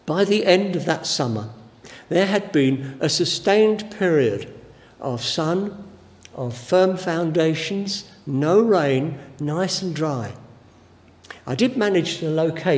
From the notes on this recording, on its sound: Given during the Oasis Church Live Stream